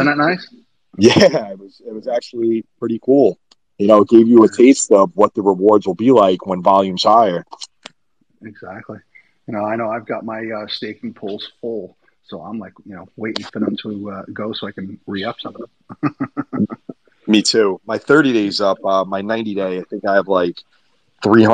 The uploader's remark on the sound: recorded on Twitter Spaces